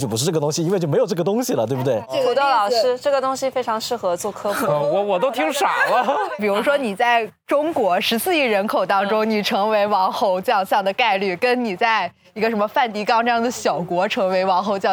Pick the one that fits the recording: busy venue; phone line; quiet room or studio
busy venue